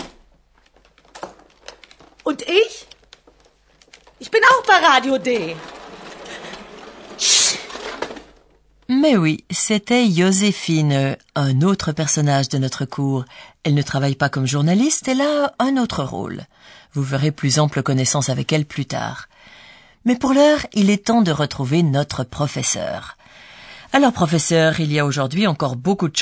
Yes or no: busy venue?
no